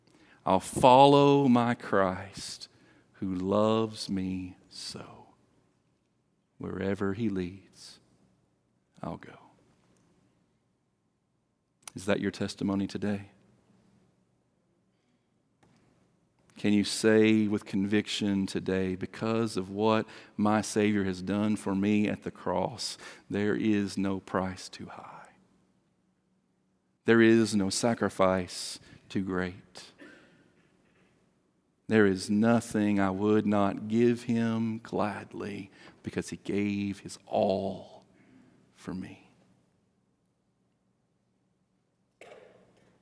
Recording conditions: large echoing room